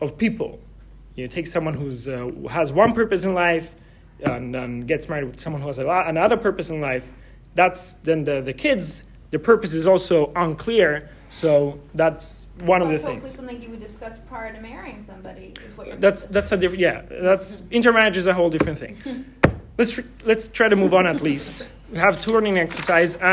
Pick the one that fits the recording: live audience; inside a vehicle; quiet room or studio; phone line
live audience